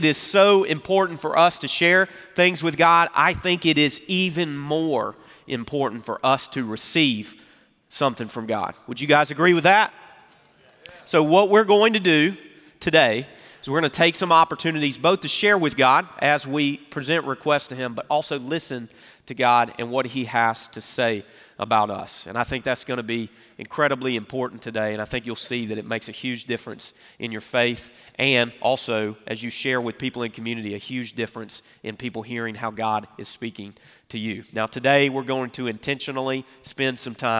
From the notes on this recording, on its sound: Recorded Live at Brookwood Church on 11.26.2023